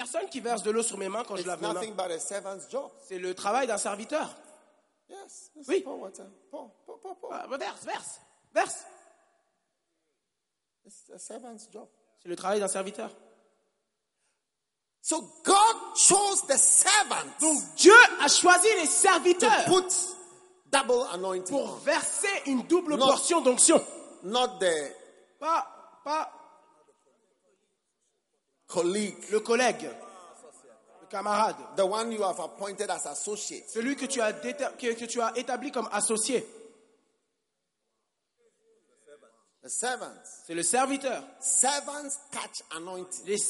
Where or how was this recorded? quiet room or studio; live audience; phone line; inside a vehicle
live audience